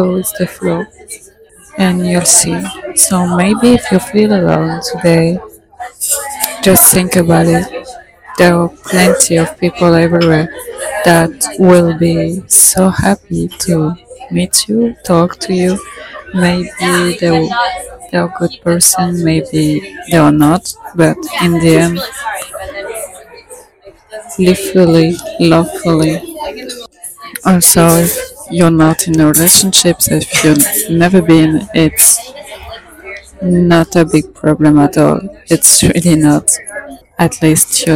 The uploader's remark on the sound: Today i was inspired by this cute coffee shop to talk about romantic relationships and it felt so good to record it outside. I let you enjoy all the noises buzzing around because life goes on.